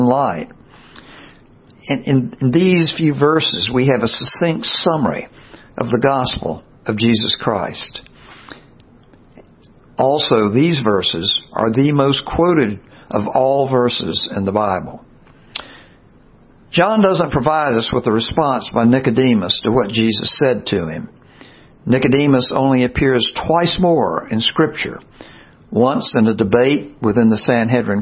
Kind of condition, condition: setting, large echoing room